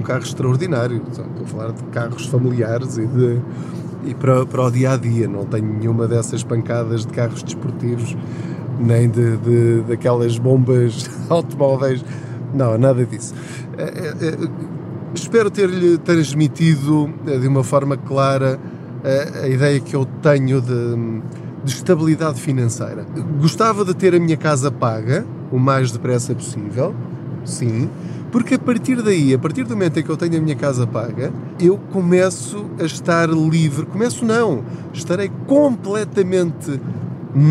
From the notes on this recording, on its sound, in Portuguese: Não ligue aos barulhos da viagem.